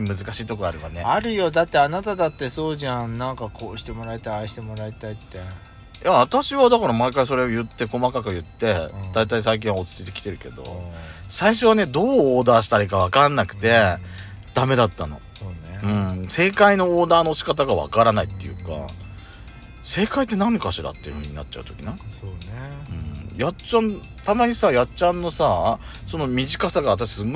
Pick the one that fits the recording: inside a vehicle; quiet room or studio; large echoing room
inside a vehicle